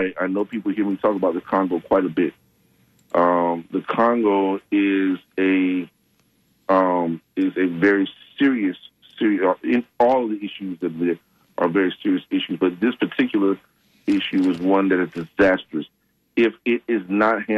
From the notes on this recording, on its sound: unique magazine format call-in show